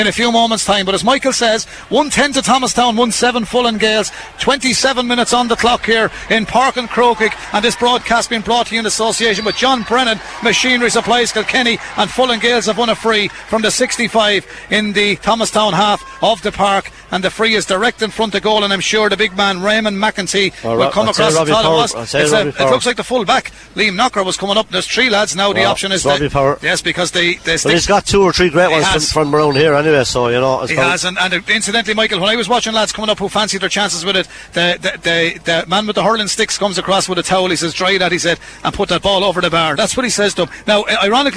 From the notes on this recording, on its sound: As KCLR takes a nostalgic journey back through the archives. Hear the echoes of cheers, the roar of the crowd, and the exhilarating commentary.